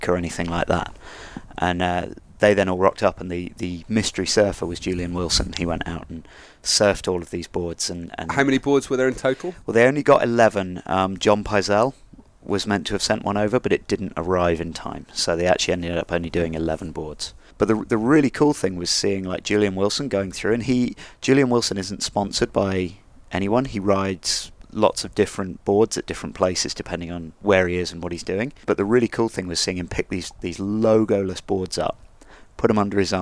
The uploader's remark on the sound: Recorded live from the beach in Nicaragua.